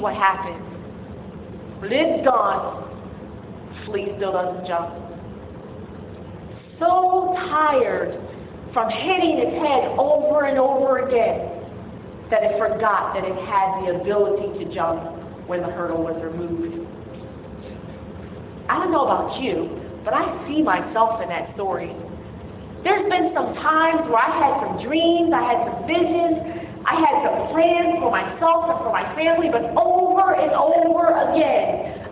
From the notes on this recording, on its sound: The following are audio clips of Sunday sermons at Power of One Community Church.